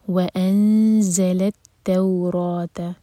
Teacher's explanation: زا buzzing sound کے ساتھ